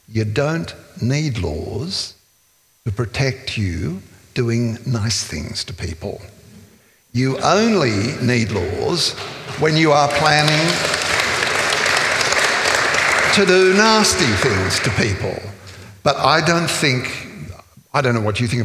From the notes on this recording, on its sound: This is a live recording from our event.